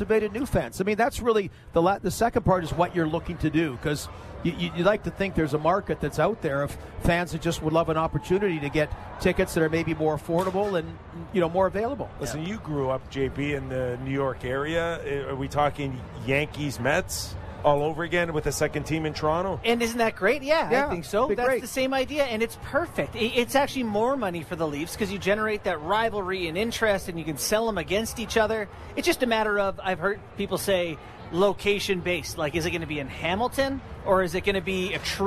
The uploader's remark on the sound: Live from NHL All-Star Fan Fair